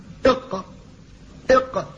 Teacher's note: أصل اللسان فيه مخرج واحد وهو للقاف، فهي تخرج من آخر اللسان إلى فوقه، ولذلك هي قريبة من أحرف الحلق · Term: أقصى اللسان